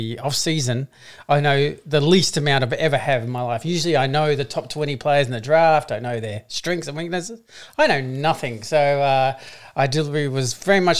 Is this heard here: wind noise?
no